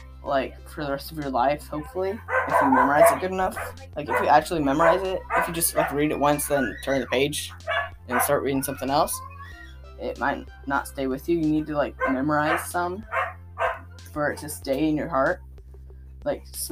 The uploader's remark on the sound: Sorry about the background noises.